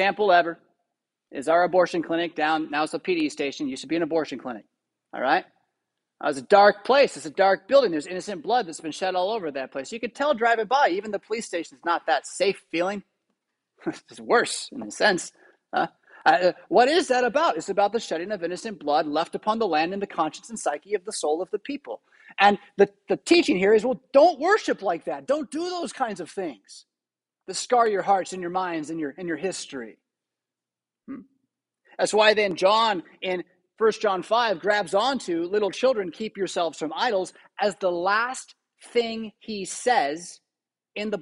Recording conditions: large echoing room